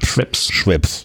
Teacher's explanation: in der Werbung wird das zweite E immer stumm gesprochen